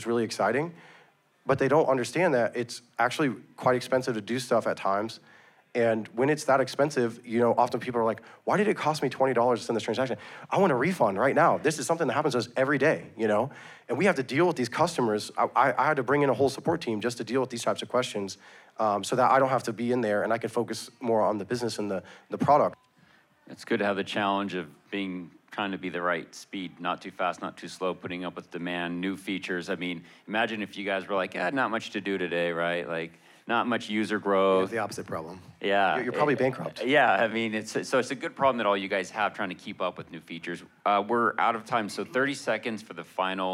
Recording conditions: live audience